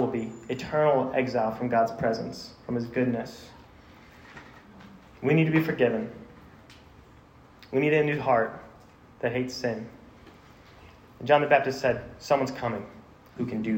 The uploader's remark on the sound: This sermon was preached to a Junior High audience